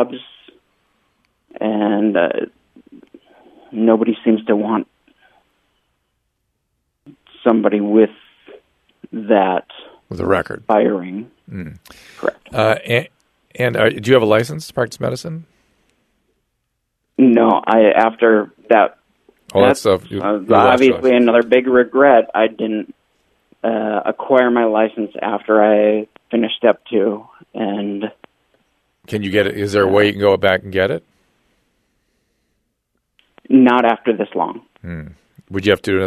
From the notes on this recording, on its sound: turns to the phones and speaks to callers